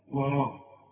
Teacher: الراء ما دام مفتوحة مفخمة، لكن الواو مرققة